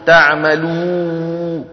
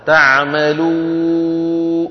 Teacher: تضييق فتحة الواو جدا حتى يصير صوتها له ضجيج · Shown in: first take